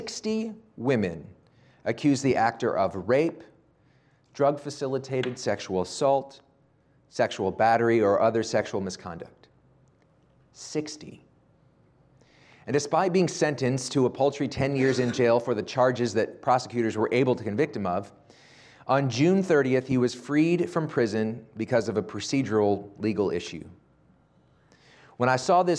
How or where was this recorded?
large echoing room